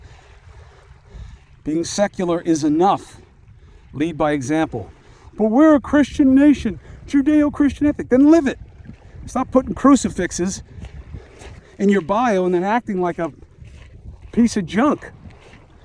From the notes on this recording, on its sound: From the beach. Walk and Talk.